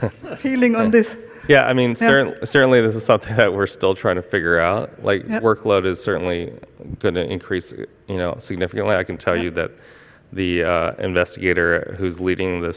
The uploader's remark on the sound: first recorded at the 2019 PODD: Partnership Opportunities in Drug Delivery conference